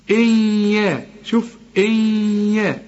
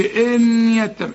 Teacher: ما تستعملش لسانك في النون دي · Shown in: first take